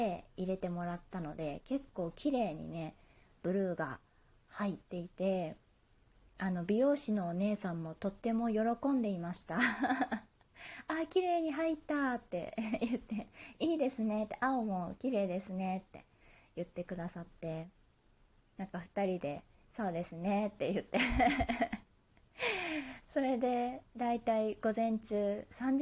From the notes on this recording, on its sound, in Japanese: 自宅でスマホによる収録のため様々な騒音が収録されています、ご了承ください